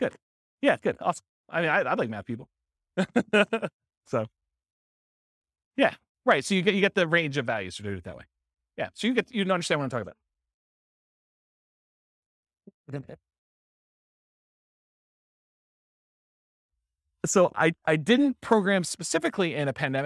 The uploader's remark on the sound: This was a live class recorded